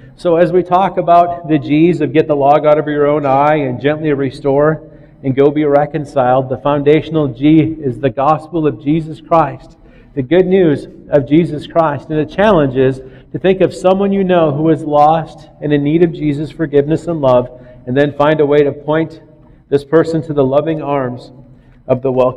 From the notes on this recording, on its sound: recorded on Nov 1st, 2009 at River Rock Church in Belle Plaine MN